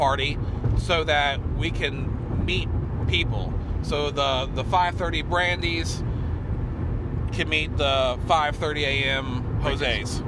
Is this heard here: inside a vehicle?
yes